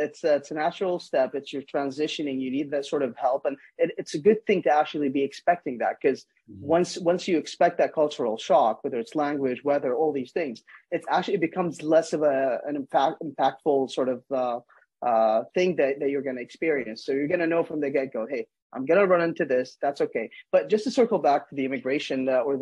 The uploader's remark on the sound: This is a recording of a casual Zoom Interview.